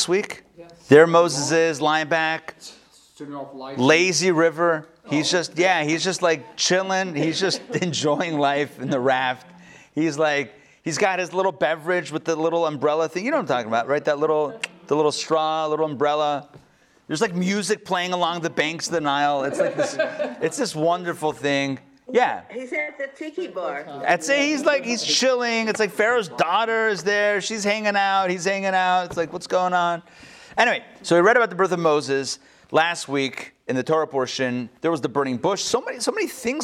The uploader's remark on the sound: Recorded live at the Intown Jewish Academy on December 29, 2021.